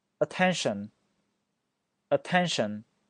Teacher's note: 后面那个 n 的那个发音你要感受到，你能感受到在发的时候，你要能感受到你鼻子在震动